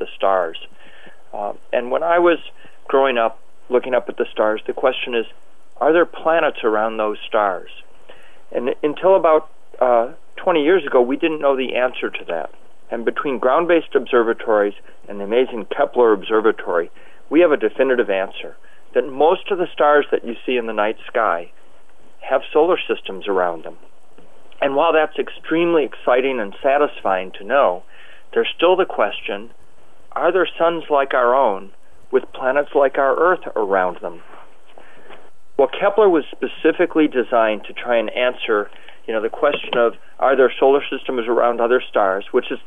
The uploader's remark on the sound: Listen to the NASA teleconference where the announcement was made.